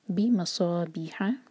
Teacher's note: صاد heavy ہوگا اس کو سین نہیں پڑھیں سا نہیں پڑھیں گے سا منہ بھر کر صابيح بی مد تبعی ہے دو حرکہ اور ہا حلق سے